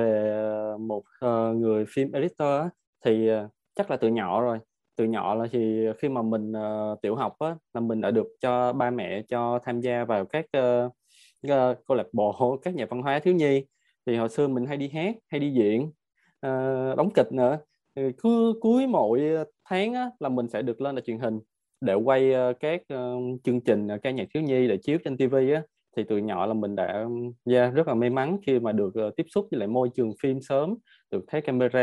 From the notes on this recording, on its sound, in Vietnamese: Nội dung âm thanh này đã được Arena Multimedia ghi âm lại từ nền tảng ứng dụng Zoom trong sự kiện Online Talkshow.